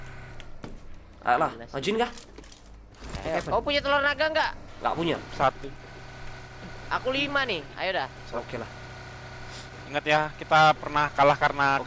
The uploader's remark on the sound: Palying Game While In The Car. Driving tesla and playing a game, awesome moments.